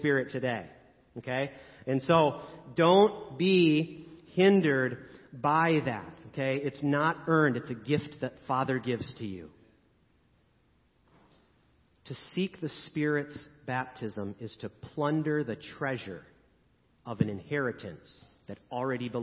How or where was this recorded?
large echoing room